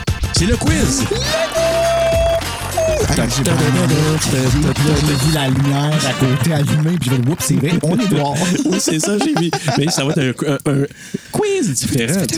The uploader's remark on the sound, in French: En direct de la terrasse Chez Serge (criquets inclus). Des bruits étranges dans le voisinage.